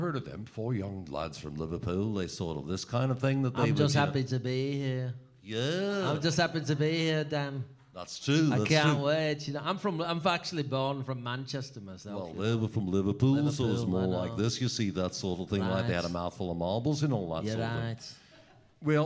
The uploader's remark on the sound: Recorded live, Sept 5, 2015